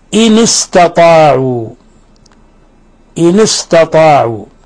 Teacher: كسرنا النون الساكنة للتخلص من التقاء الساكنين، لأنه لا يجوز التلفظ بساكن قبل ساكن، فنكسر الأول نحرك